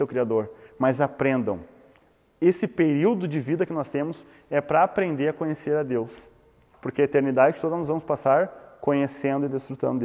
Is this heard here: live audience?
yes